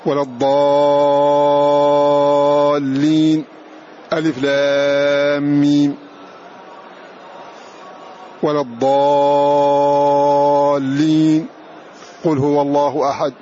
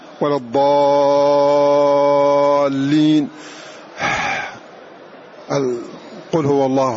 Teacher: تسكت سكتة خفيفة من غير تنفس · Shown in: first take · Term: السكت